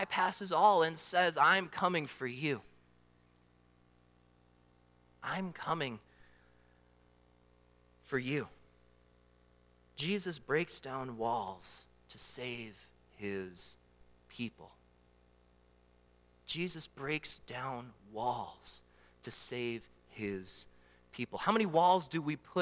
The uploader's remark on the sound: during the Morning Worship Service on Sunday, January 28, 2024, at Calvary Baptist Church in Battle Creek, Michigan